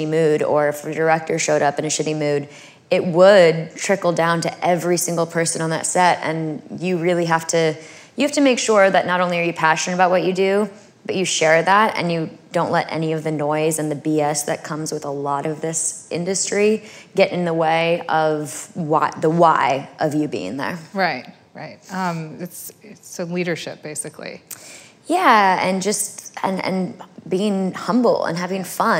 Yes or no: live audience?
yes